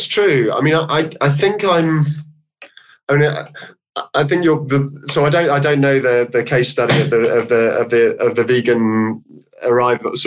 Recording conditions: video call